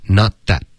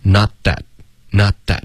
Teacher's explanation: that 的特省略，舌尖顶上颚就 OK 了